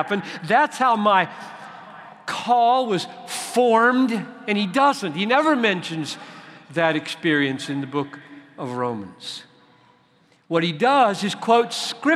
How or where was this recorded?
live audience